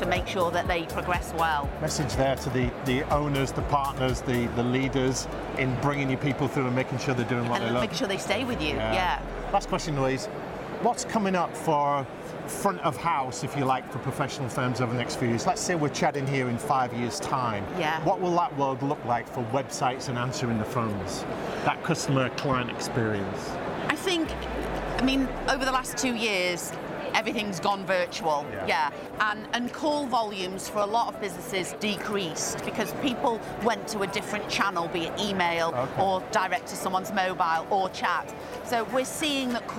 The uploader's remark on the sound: Live from Europe's Biggest Event 'Accountex'. Live interviews from Accountex 2022 in London. AIBN were the official broadcast partners of the event. Enjoy the live buzz of the event!